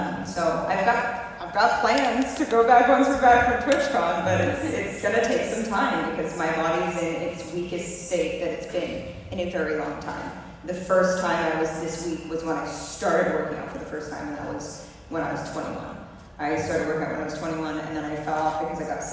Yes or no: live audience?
yes